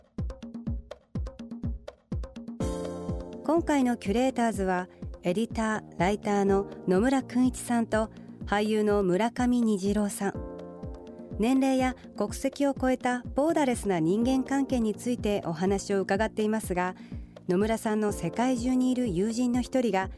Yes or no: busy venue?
no